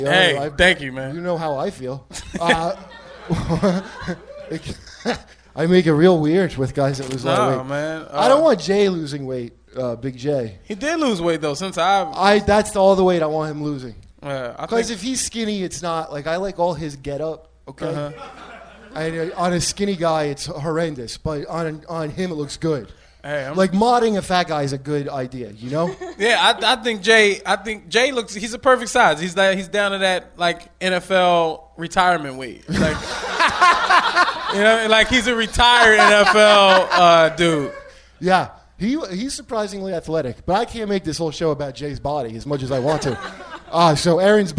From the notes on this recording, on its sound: LIVE from Skankfest at the Creek and the Cave